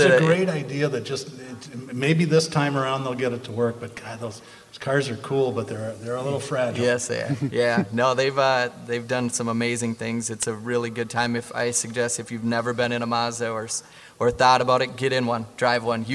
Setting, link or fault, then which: setting, busy venue